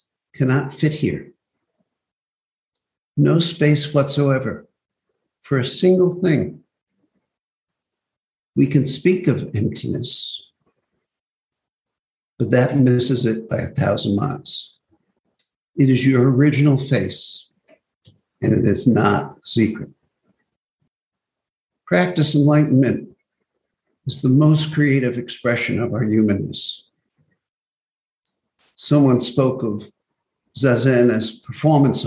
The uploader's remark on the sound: Zoom Broadcast